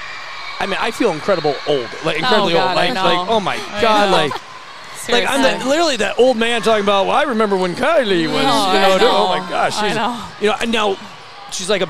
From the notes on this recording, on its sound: at the Madtown Festival